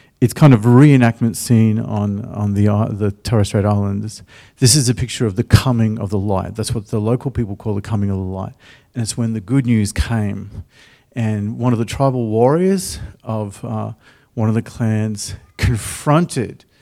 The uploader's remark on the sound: The live stream of Destiny Church Atherton.